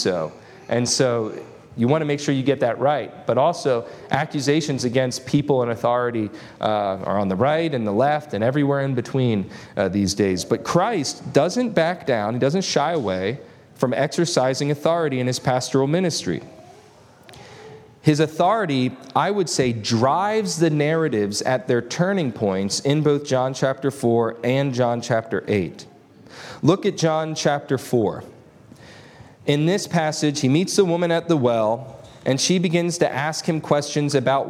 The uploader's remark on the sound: This lesson was delivered on August 20, 2023 at Antioch Presbyterian Church. At Antioch Presbyterian Church, a mission work of Calvary Presbytery of the Presbyterian Church in America located in Woodruff, South Carolina.